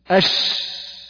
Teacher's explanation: انتشار الريح بالفم عند النطق بحرف الشين · Term: صفة التفشي